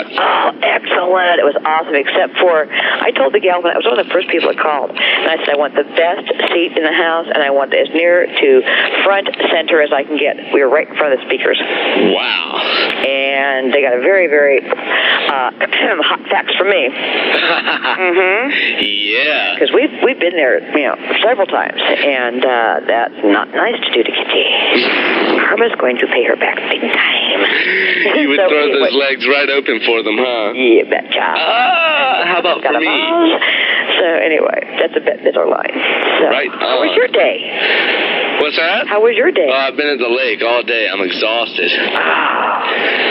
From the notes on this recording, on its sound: RBCP's Personal Prank Phone Calls Collection